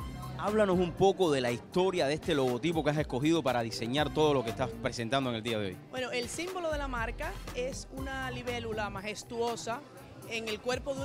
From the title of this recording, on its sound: ON THE STREET